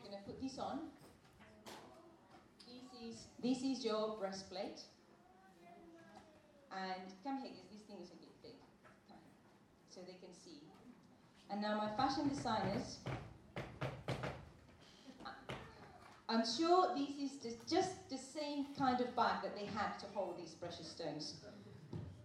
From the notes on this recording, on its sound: At our all-age 3t meeting. With the help of the children. With apologies for the poor quality of the recording.